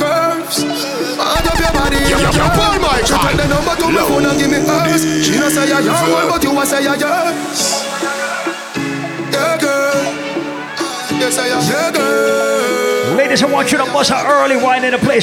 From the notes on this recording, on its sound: LIVE AUDIO. Recording of my set at Island Saturdays on December 16th, 2023.